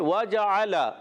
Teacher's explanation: واو کی ادائیگی ہونٹوں کی گولائی سے